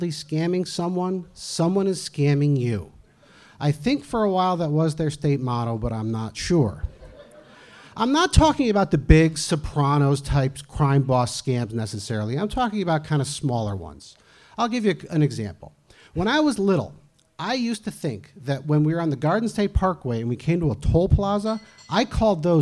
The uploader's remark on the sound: Here, our audience favorites from Slippery Slope - held January 19th at the Northampton Brewery.